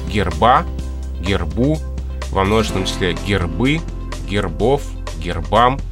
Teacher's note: ударение переходит на окончание во всех формах этого слова, в единственном числе, во множественном числе, в косвенных падежах, всегда на окончание. · Term: Ударение на окончание